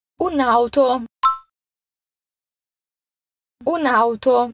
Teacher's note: entre un e auto temos um apóstrofo, mas ao falar falamos como se fosse uma palavra só.